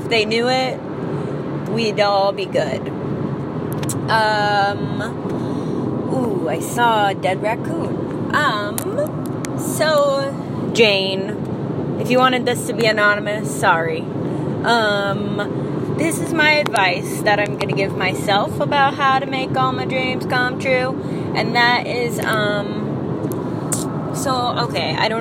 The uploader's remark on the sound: I recorded this in the car